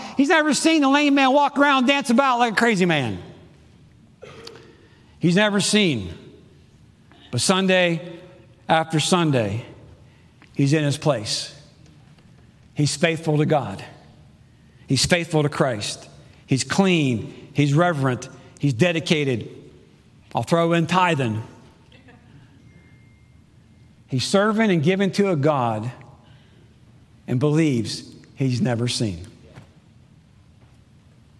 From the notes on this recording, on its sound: Preached Sunday June 12, 2022 in the AM service.